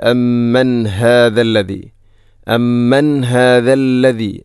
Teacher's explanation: ഇവിടെ അമ്മൻ ശേഷം ഹാ, ഹാഇൻ്റെ ശബ്ദം കൃത്യമായിരിക്കണം, തൊണ്ടയുടെ ഏറ്റവും അടിഭാഗം.